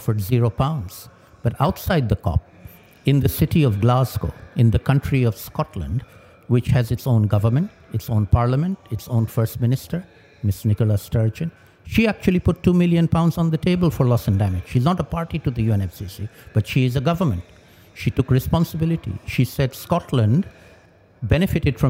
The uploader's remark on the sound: recorded at COP27